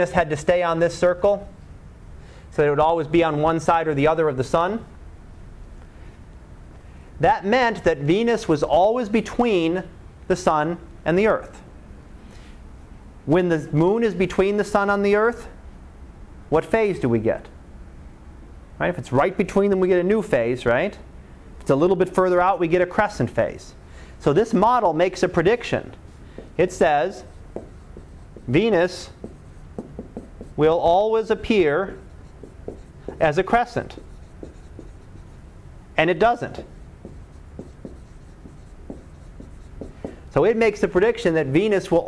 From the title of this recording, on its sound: Live Class Lecture